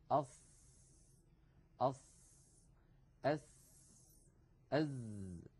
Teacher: عندما ننطقها نضع طرف لساننا يعني رأس اللسان عند الصفحة الداخلية للثنايا السفلى، للسنين الكبيرين اللذين في مقدمة الفم. · Term: أحرف الصفير